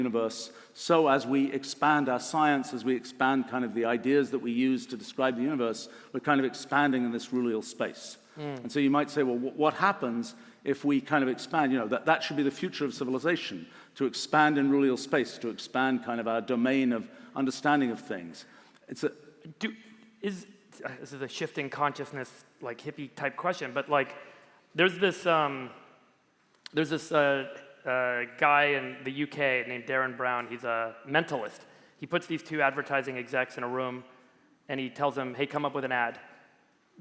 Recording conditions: live audience